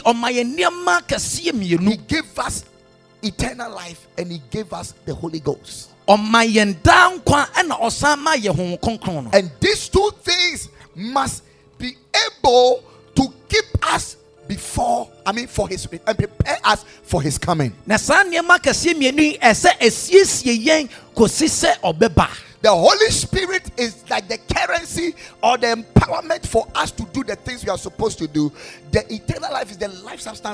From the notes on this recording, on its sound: Preached at Ekklesia Chapel